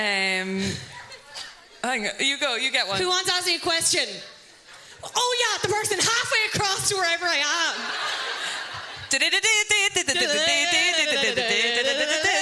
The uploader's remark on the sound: Live at the Sugar Club